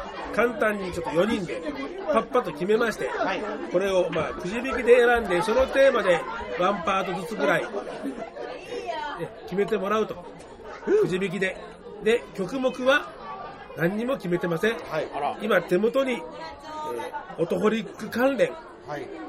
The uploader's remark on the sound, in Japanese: 忘年(え?!)居酒屋トーク!!